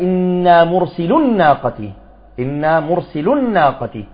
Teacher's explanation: اللام مضمومة، الواو لم تلفظ، إذن حذفت بسبب منع الالتقاء الساكنين